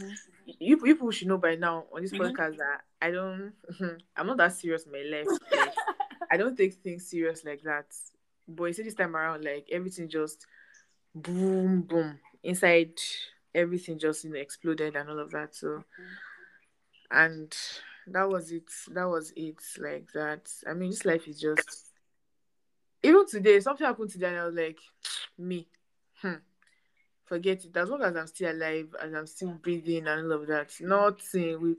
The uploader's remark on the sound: We apologize for the glitching please bear with us.